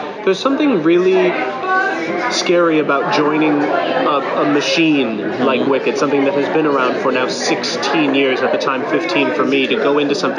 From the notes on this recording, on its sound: live from Feinstein's/54 Below press day